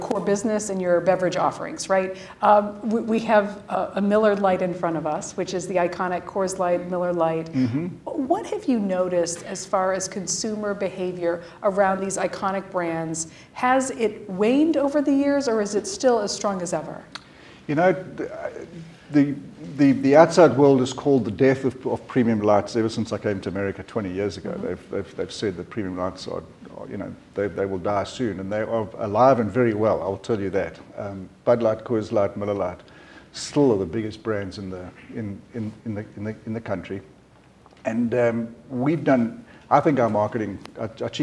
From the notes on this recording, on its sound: This conversation was recorded in front of a live audience